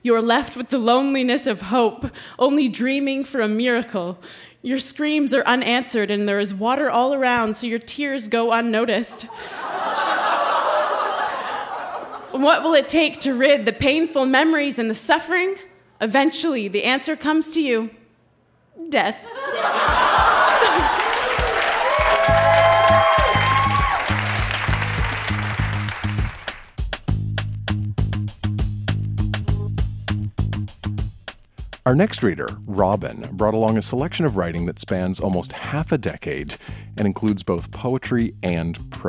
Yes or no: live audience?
yes